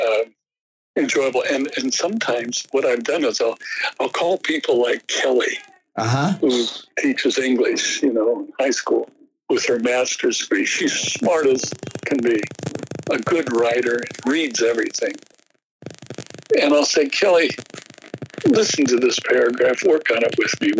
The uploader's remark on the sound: Wow, the audio quality here is rough.